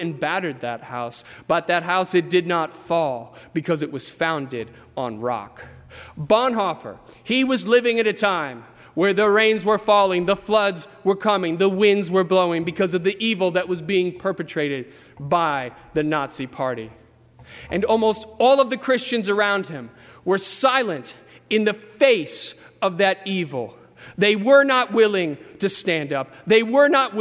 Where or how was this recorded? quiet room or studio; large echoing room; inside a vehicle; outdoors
large echoing room